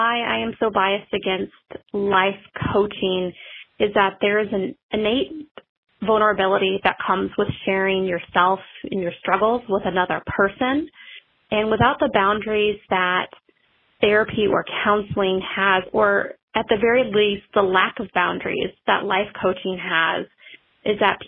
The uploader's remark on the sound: Caller Episode. Listeners called in to share their own experiences.